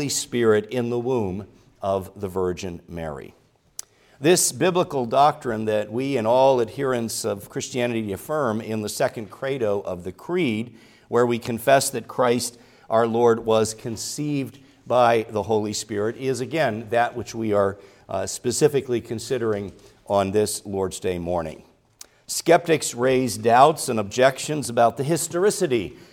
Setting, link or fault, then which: setting, large echoing room